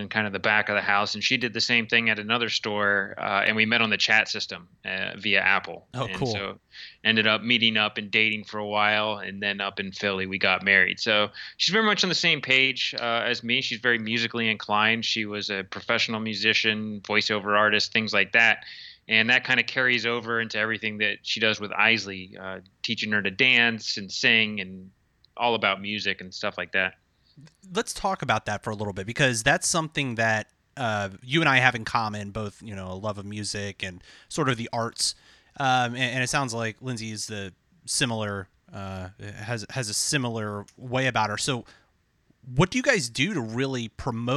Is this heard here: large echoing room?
no